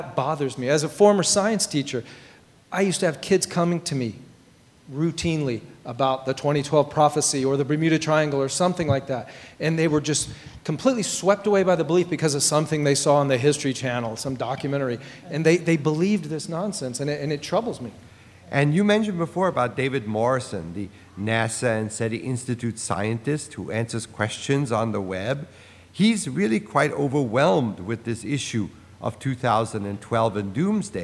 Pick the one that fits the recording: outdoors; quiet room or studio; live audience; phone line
live audience